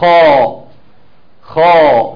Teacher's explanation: فخمت الخاء قوي، ودي اعلى مرتبة خالص